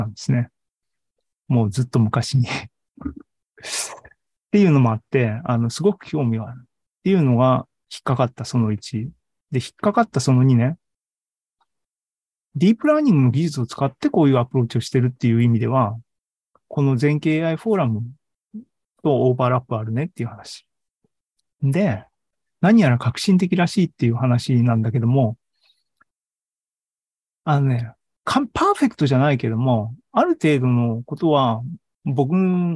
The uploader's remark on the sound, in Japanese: ２０２２年１１月３０日に開催した ZOOMライブの模様です。